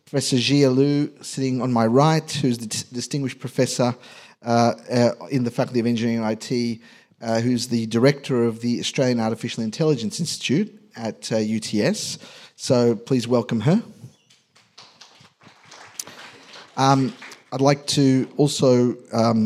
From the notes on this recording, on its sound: a recent panel discussion that was given at the University of Technology Sydney